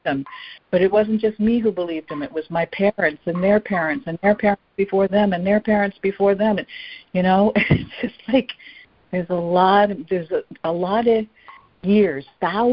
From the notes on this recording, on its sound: ACIM Daily Conference Call